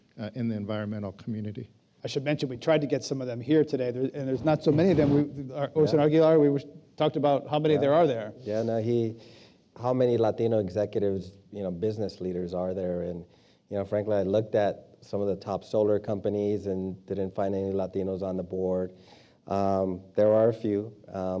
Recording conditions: live audience